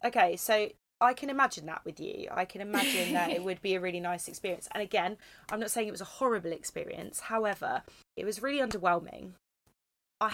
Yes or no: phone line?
no